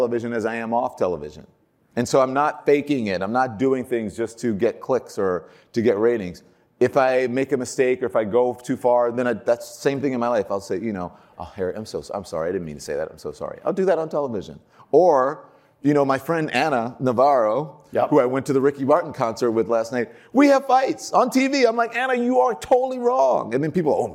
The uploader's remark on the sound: originally recorded at Advertising Week New York 2021